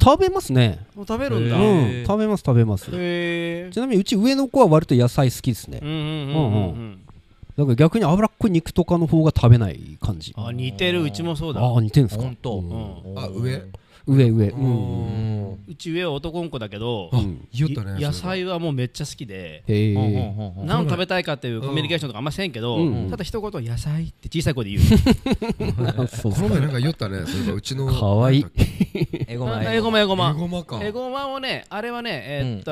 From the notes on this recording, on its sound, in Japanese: 欧風食堂「オッタントット」さんの元へ伺い